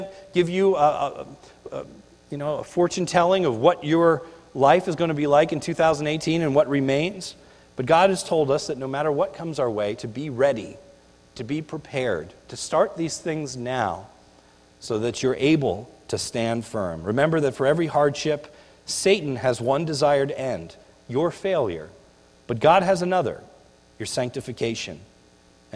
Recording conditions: large echoing room